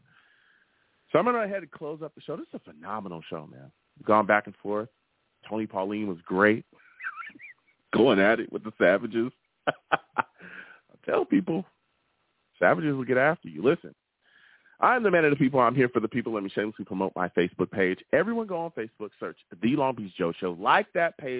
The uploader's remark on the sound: I also take live callers!